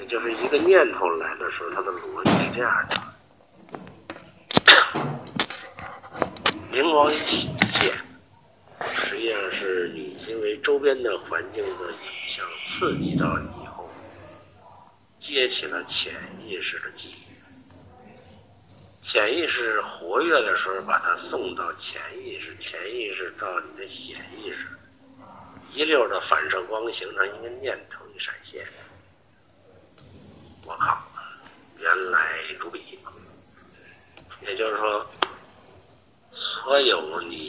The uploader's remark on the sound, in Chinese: 语音有点轻，有杂音。